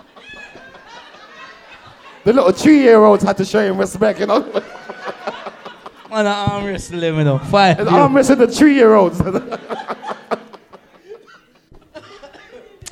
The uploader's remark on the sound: Chalk and Cheese Podcast - The Live Show. Chalk and Cheese podcast second LIVE SHOW!!